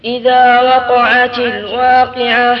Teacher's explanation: القاف الأولى تفخيمها أكثر من الثانية لأن الأولى في أعلى المراتب وقع والثانية الواقي.